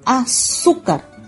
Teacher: Como ejemplo tenemos azúcar, sílaba tónica penúltima posición. y la palabra termina en una consonante que no es N.